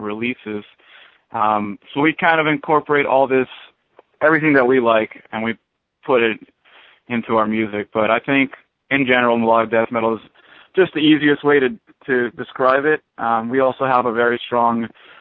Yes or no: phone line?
yes